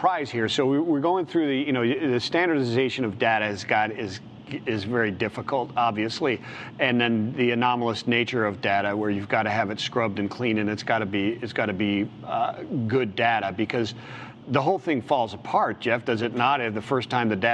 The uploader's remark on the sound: LIVE from Global Trade Tech